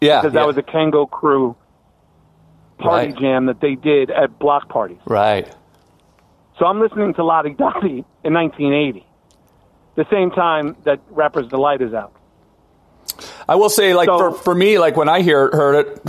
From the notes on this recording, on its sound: Another episode of Van Life recorded on the road.